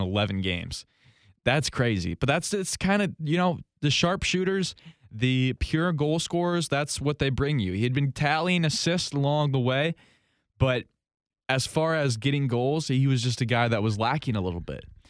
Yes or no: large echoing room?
no